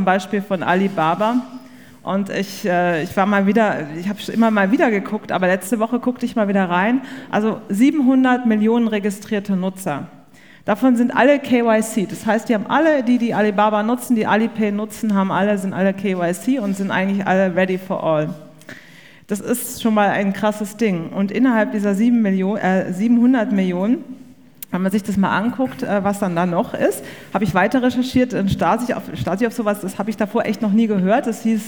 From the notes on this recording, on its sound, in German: Panel-Diskussion von der #BEX18 Banking Exchange Konferenz